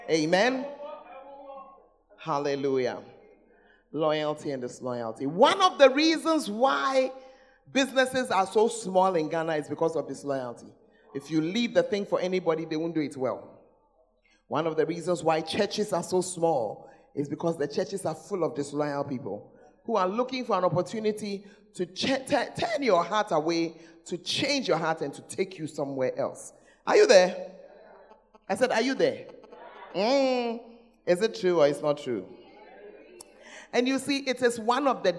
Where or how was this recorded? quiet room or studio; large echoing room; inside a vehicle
large echoing room